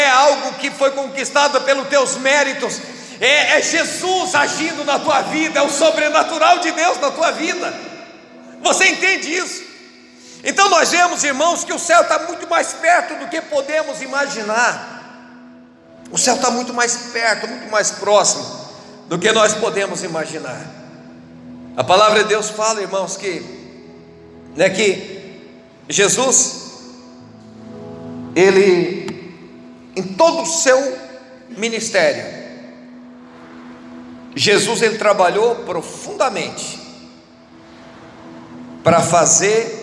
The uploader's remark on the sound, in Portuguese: Você está assistindo culto ao vivo da IEQ Mina do Mato , direto de Criciúma-SC.